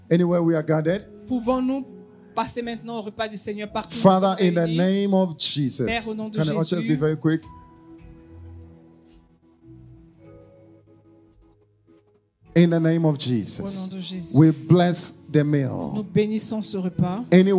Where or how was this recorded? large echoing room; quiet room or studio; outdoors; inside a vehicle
large echoing room